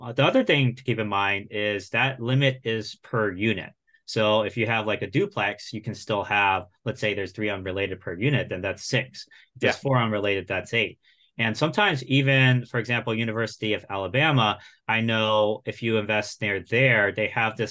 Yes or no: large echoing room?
no